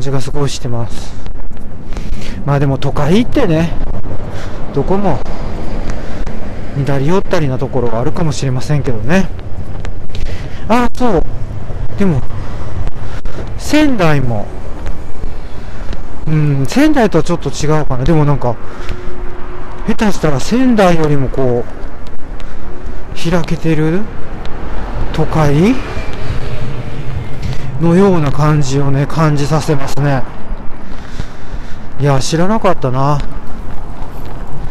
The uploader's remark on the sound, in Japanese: 天文館という歌舞伎町のような夜の街を歩きながらお届けします。